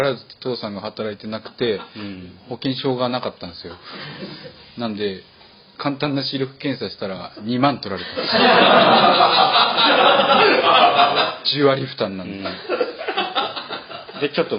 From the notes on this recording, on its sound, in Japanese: 初めての公開収録内容。声小さくない？収録地：デジタル・ハリウッド大学３Ａ教室（オルギア視聴覚室vol.5 会場）。